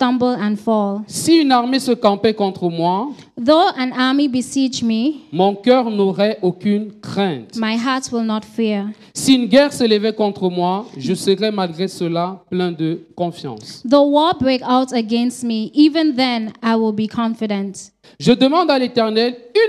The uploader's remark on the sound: Preached during Joyful Hour Sunday Service